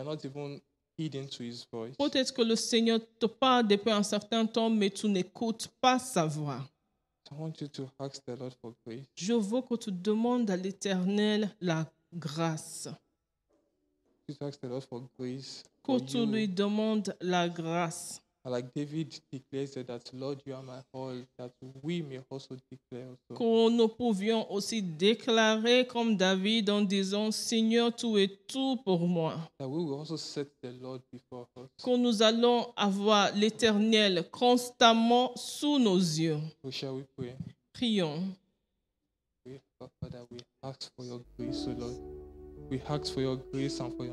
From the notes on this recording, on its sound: Preached during Joyful Hour Sunday Service